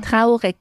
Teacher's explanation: acabando, suena casi como una K